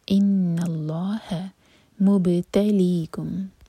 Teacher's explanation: با پر قلقلہ اور سکون کے بعد تا، تو تا پر زور دیا جائے گا